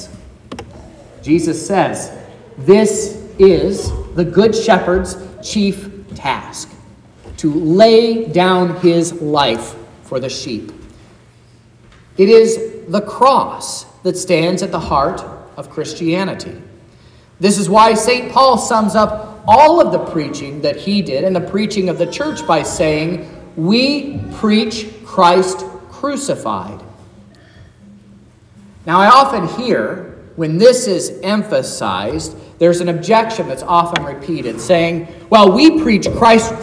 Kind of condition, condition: setting, large echoing room